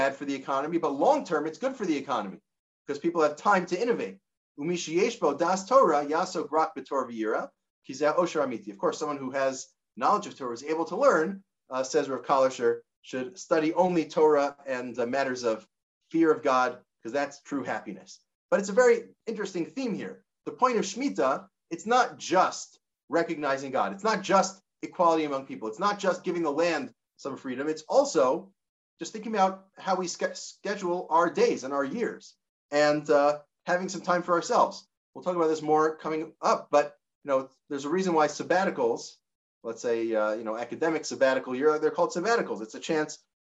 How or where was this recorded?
video call